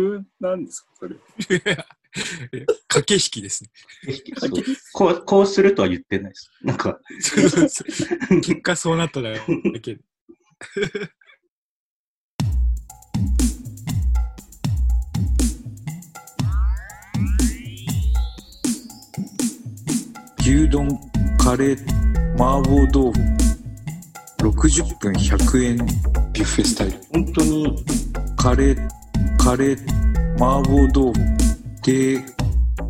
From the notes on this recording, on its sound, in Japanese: 収録地：それぞれの家（ZOOM収録）